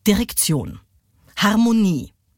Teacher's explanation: Und damit ist dieses Versmaß so ein bisschen leichtfüßiger, beschwingter im Rhythmus. Und bei der korrekten Sprechweise ist es wichtig, die Betonung da immer auf die letzte Silbe zu legen · Term: Anapest